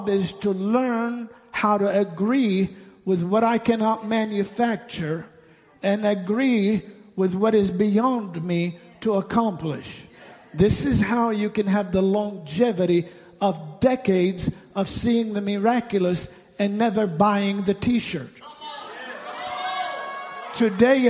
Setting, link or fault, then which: setting, large echoing room